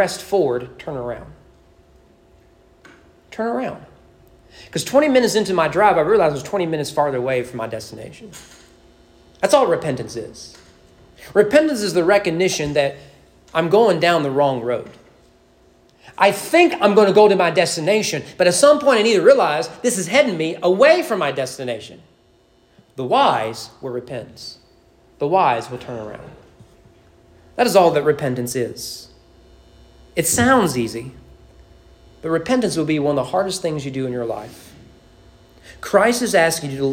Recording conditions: large echoing room